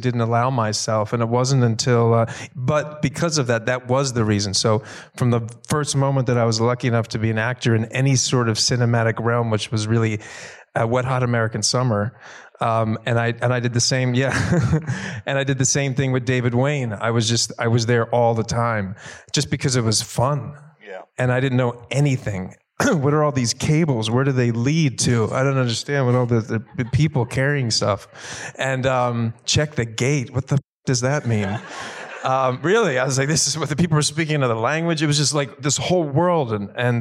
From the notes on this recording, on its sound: in a Q&A at the DGA theater in Los Angeles